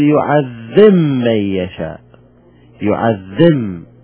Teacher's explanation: أدغمنا الباء في الميم